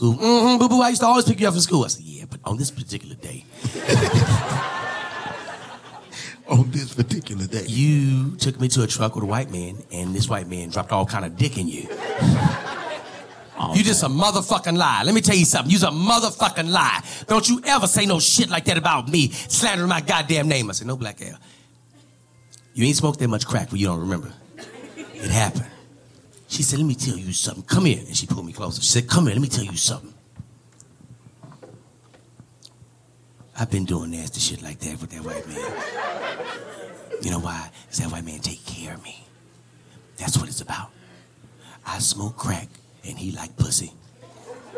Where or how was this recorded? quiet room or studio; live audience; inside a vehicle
live audience